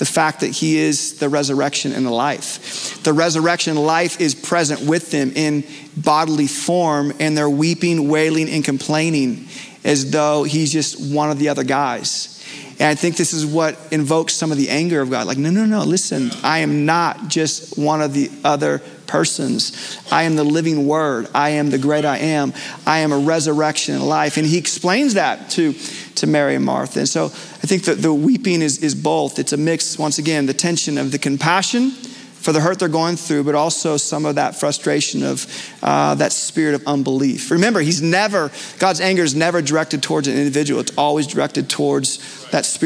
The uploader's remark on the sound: Recorded Live at Capital Church in Meridian, Idaho